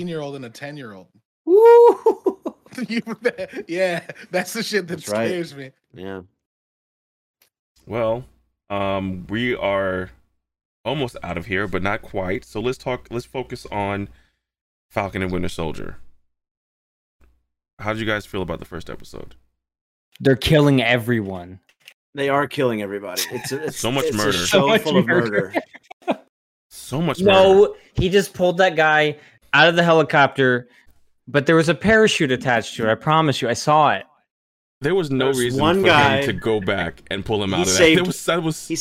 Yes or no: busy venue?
no